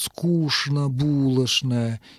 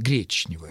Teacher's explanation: Старомосковский вариант требовал изменения звука «ч» в звук «ш» в сочетаниях «ч-н» · Shown in: first take · правда, не во всех словах, но во многих словах.